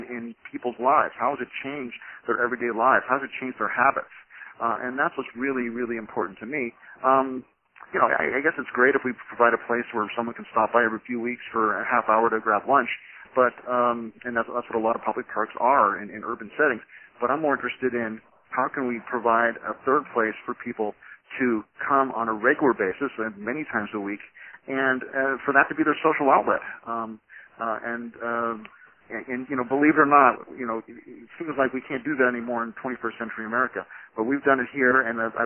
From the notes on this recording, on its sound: On this CommunityMatters conference call recording